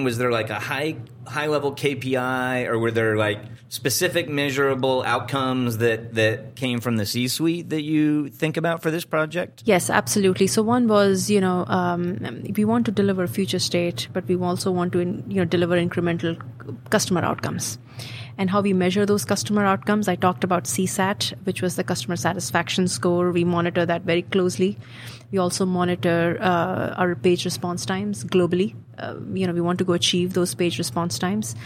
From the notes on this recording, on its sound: recorded on Tuesday, August 7th from the eTail East tradeshow in Boston